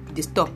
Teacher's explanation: people replace the b at the end of disturb with p, and they say disturb.